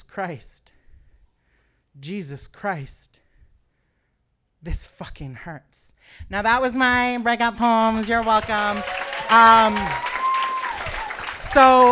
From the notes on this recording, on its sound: A previously recorded evening of storytelling and otherwise. At The Lido in Vancouver, BC.